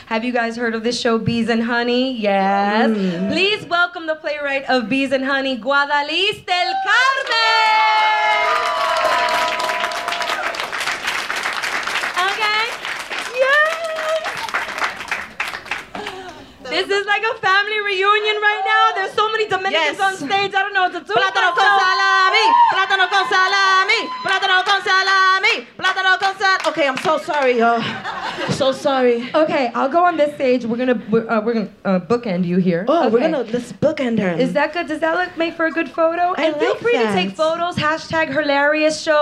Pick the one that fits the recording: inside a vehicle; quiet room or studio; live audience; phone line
live audience